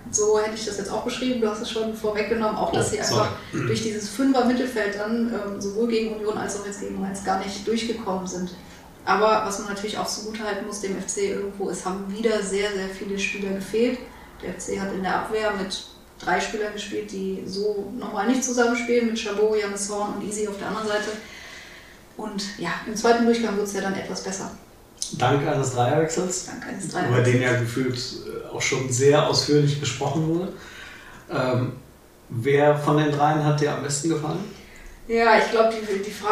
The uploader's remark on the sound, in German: Allen Tonproblemen zum Trotz